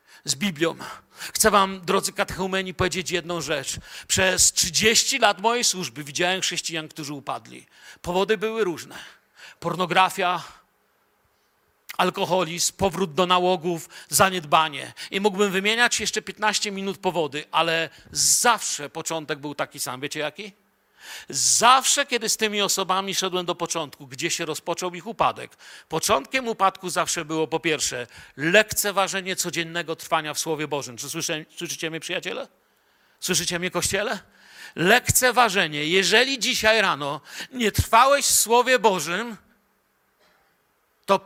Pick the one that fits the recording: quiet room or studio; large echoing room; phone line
large echoing room